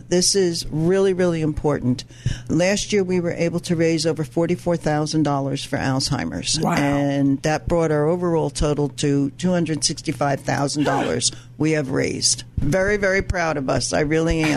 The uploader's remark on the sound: LIVE REMOTE!! OSJ Radio Hour Dec. 2nd from The Santa Market !!!